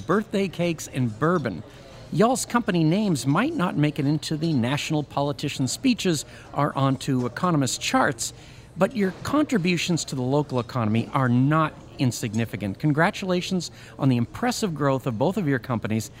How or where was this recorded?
busy venue